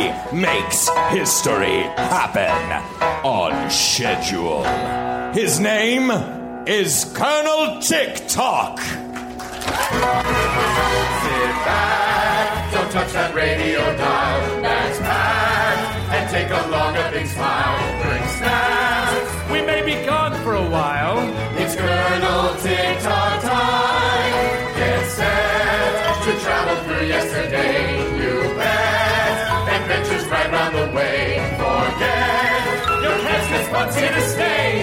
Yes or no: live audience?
yes